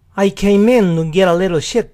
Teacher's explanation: Él junta el in con to, en donde la T de to no se pronuncia así.